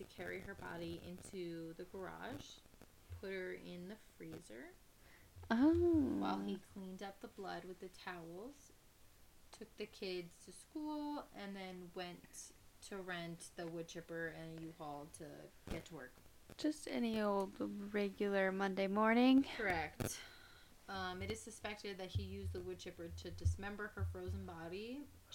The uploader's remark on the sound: We had “hella” audio problems but that’s ok.